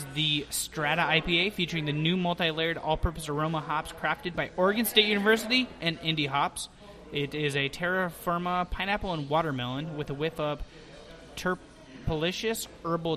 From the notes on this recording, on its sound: On 192nd Ave in Vancouver Washington at a Tap Room. This week is a little different as we won't be clean and proper BUT we love out live recordings.